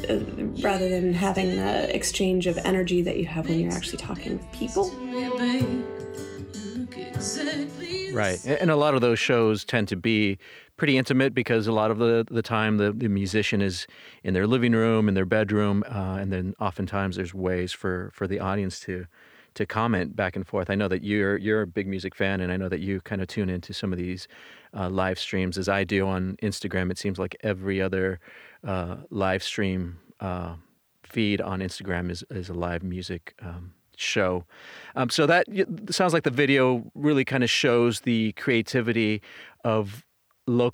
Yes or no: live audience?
no